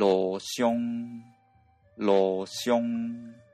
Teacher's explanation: 中ぐらいの高さで、え平らに発音する第7声は転調して、え低い位置で平らに発音する第3声になります